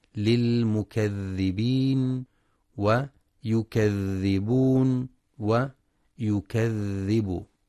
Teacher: وينتبه لرخاوة الذال في للمكذبين ويكذبون ويكذب